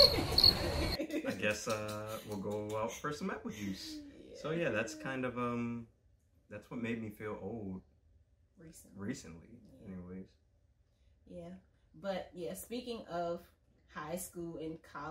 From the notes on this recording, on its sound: Please excuse some of the background sounds - it's our first go at it!